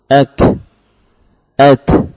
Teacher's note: hams pada huruf kaf dan ta yang sukun lebih kuat